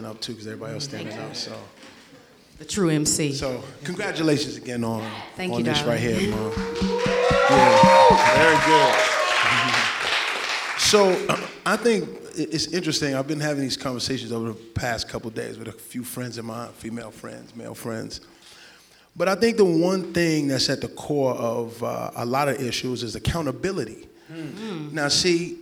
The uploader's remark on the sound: This episode is the first live installation of the Sonshine State. With a live audience, various opinions are expressed, and it allowed for an even greater dialogue.